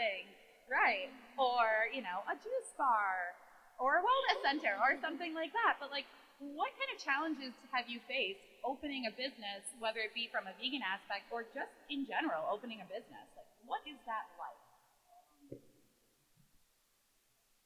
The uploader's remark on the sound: The audio quality is passible. Live at Syracuse Vegfest! We did our best to record the Vegan Bosses panel we did at Central New York Vegfest in Syracuse, NY in mid October through all the wedding chaos.